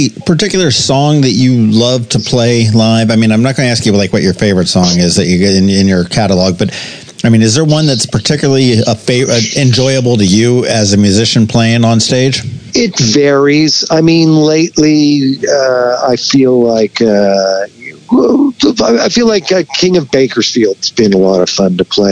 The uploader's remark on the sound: We hopped on the phone